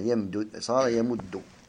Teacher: سكننا الدال الأولى ثم أدغمنا